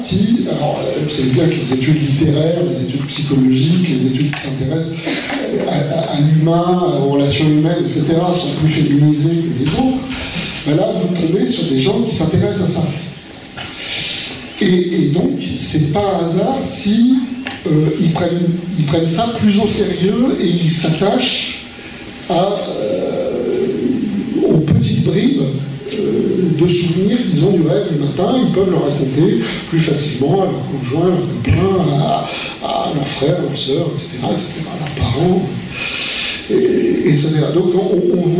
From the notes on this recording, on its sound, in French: Version audio de la conférence. À Aix-Marseille Université, Campus Schuman.